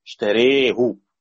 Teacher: الكلمة أصلها اشترى، فهذا الألف يمال · Term: إمالة